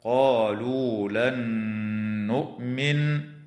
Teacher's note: وتدغم النون الساكنة في النون مع الغنة في قوله تعالى قالوا لن نؤمن